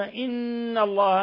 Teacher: نون مشددة حرف غنة مشدد يغن مقدار حركتين